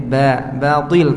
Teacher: Batil, ba-nya tipis, ba bukan bo, tapi ba, batil, to-nya tebal.